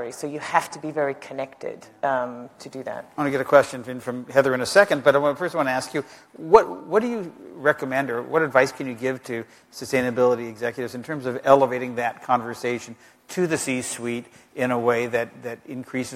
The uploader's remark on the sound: The best of live interviews from GreenBiz events.